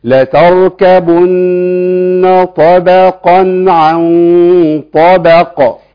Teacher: الباء حرف ضعيف جدا، وقع بين اتنين تخان مفخمين